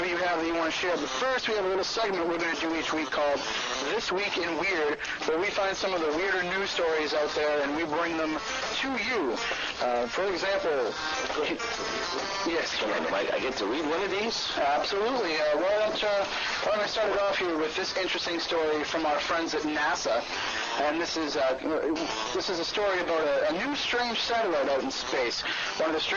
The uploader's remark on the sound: Apologies for the audio issues.